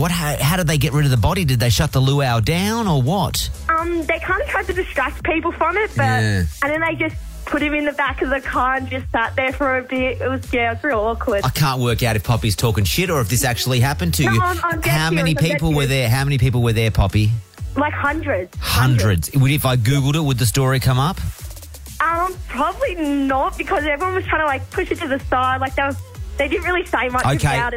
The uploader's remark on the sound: phoned